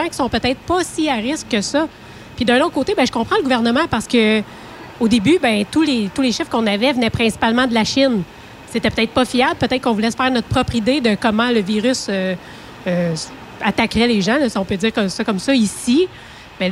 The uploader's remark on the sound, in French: En direct du Relais Routier Petit. Le truck stop accueillait Burrowes, Traction et TruckPro qui ont offert des repas gratuits aux camionneurs pour les remercier de leur travail en période difficile de la Covid-19.